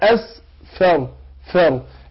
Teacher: الفاء هنا ناخد بالنا اظهر مخرجها اسفر فر. احنا قلنا الفاء بتخرج من بطن الشفة السفلى